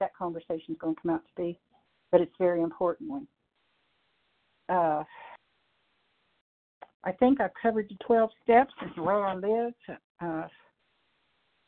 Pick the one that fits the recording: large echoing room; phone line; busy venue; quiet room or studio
phone line